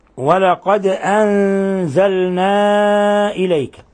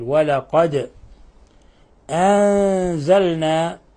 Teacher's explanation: لاحظوا إخواني أن الدال ساكنة فتقلقل